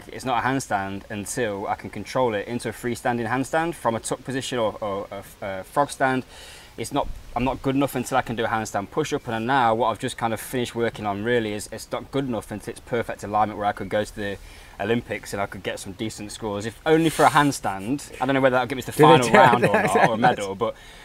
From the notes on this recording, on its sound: LIVE from the school of Calisthenics garden